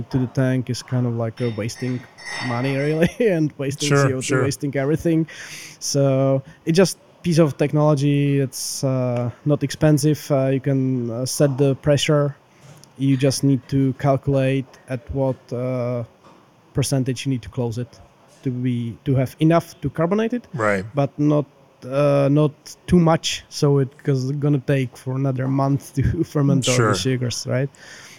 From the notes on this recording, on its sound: recorded at the brewery